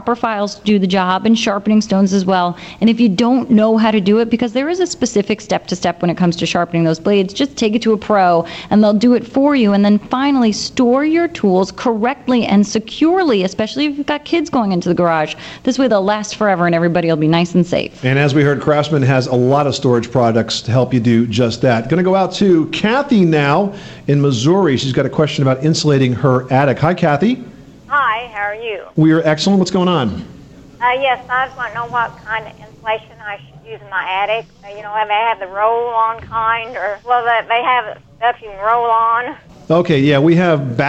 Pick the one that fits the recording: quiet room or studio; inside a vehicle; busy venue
busy venue